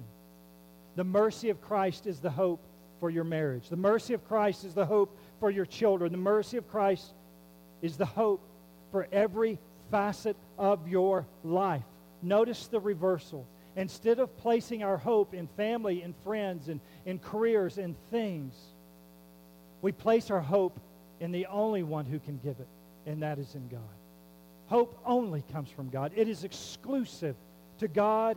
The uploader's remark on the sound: There is a hum throughout the recording. We have worked on the audio to the best of our ability to lesson its presence.